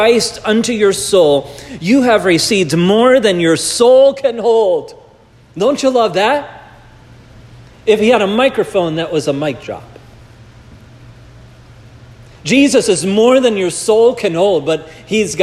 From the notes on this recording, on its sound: This message was preached at Providence Church